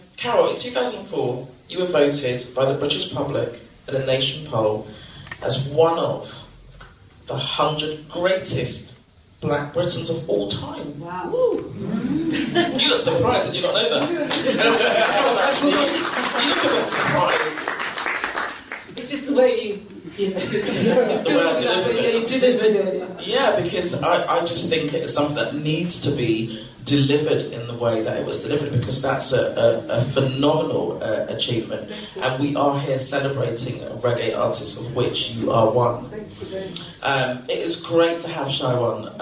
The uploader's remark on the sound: This recording was part of the Bass Rewind Session on the 12th February which took place at the Jamaican High Commission to coincide with Reggae Month.